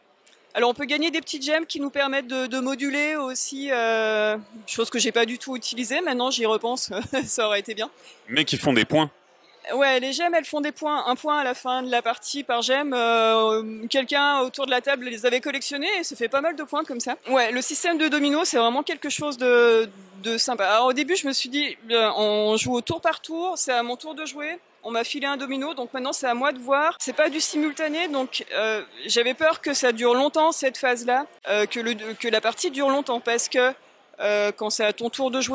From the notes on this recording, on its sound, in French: Nous sommes au Festival Professionnel des Jeux de Vichy 2022